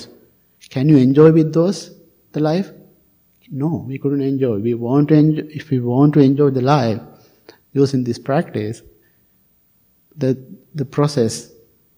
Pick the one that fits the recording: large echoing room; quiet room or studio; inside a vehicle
large echoing room